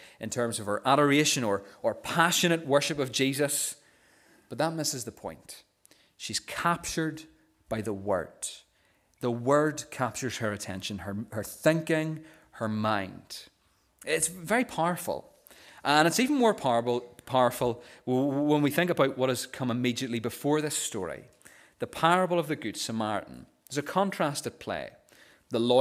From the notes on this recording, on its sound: the recording of the Bible reading and sermon from our morning service on Sunday 22nd October 2023